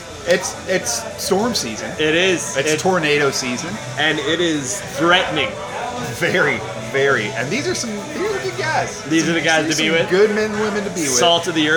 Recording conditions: busy venue